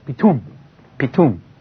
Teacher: And in Egyptian, the combination, when the E and the A are run one after the other, you end up with a sound which is equivalent to an I. And so you have it pronounced as pitum, pitum in Egyptian.